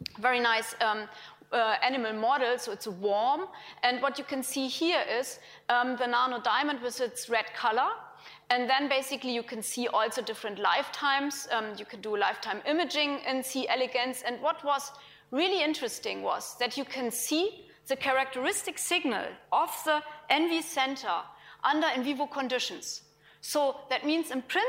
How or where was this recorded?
large echoing room